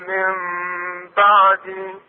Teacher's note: قلنا تحويل الشيء عن وجهه النون الساكنة تحذف ويصبح مكانها ميمة وتقلب ميمة